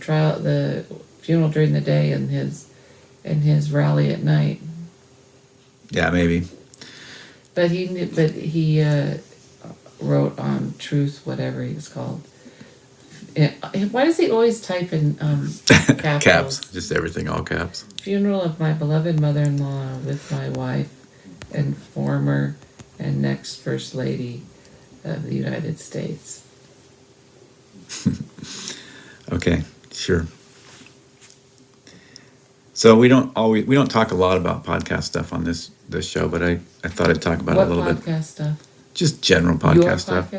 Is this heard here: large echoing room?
no